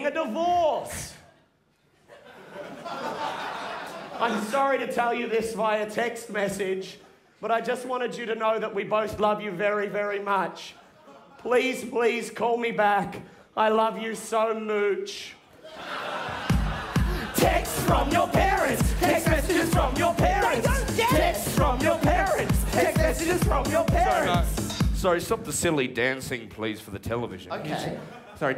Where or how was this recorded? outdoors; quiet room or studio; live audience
live audience